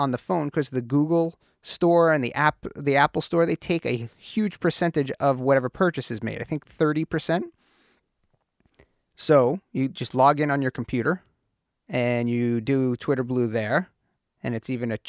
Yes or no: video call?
no